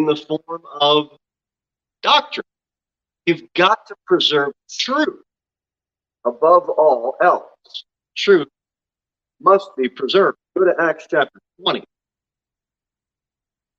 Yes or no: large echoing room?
yes